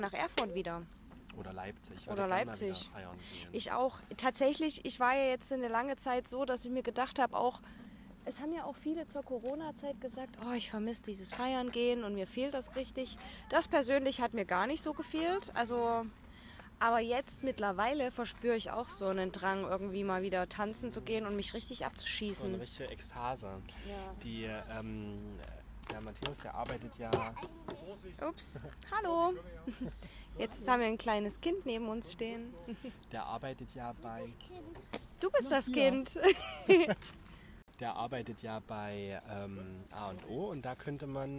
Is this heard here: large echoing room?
no